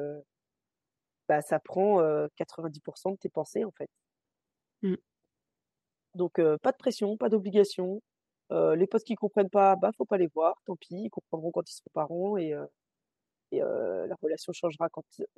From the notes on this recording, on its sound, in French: Cet épisode a été enregistré en distanciel